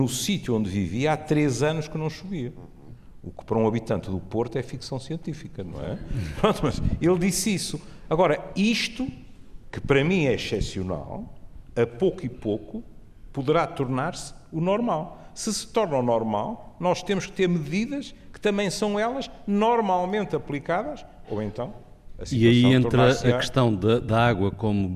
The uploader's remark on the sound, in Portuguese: Ao vivo na VI Conferência da Murganheira